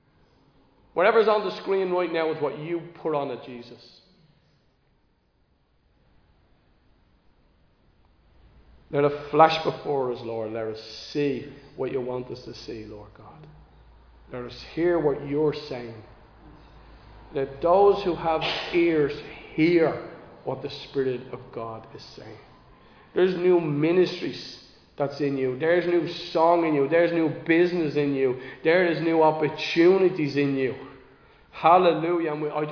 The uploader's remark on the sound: Recorded live in Liberty Church on 18 June 2023